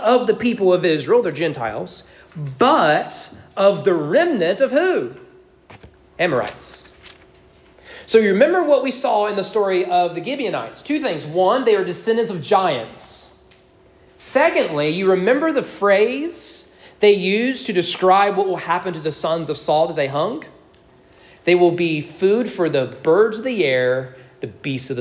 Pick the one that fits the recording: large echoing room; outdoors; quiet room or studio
large echoing room